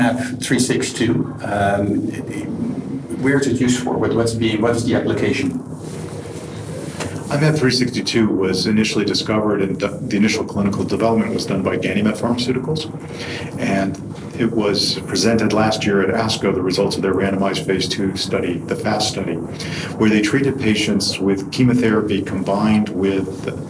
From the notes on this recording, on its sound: Recorded during the 53rd Annual Meeting of the American Society of Clinical Oncology (ASCO), held June 2 - 6, 2017 in Chicago, Ill